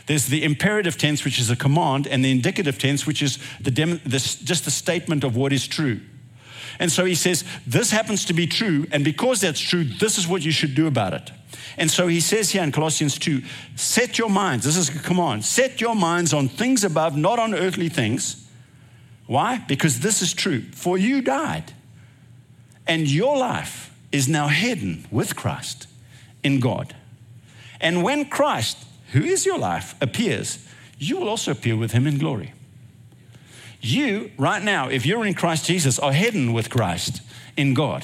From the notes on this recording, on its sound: recorded at Northlands Church on June 18, 2023